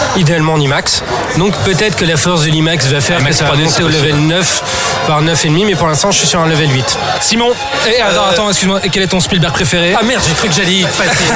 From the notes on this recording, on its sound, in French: Enregistré au Grand Bréguet (17 Rue Breguet, 75011 Paris)